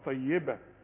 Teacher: الطاء تخينة انما الياء مرققة